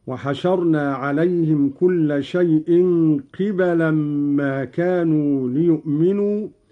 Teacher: قرأ قالون بكسر القاف وفتح الباء هكذا: وحشرنا عليهم كل شيء قبلا ما كانوا ليؤمنوا، على أن قبلا بمعنى جهة أو معاينة.